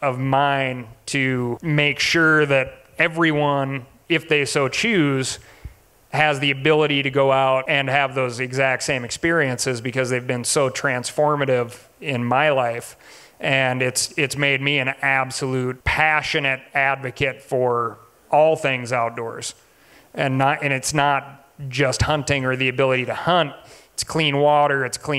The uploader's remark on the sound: Reconnecting Roots Live 2019. In July 2019, Reconnecting Roots hosted a live event called "Concerts & Conversations" at Music Ranch Montana.